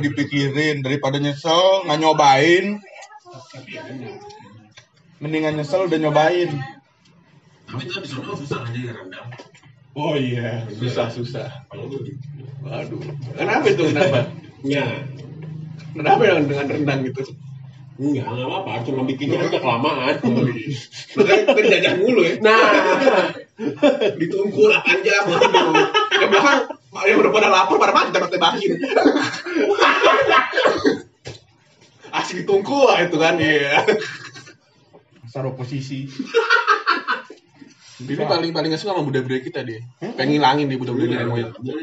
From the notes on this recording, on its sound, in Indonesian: First impression yang sangat buruk dan ancurrr karena pertama kalinya duel sama mic.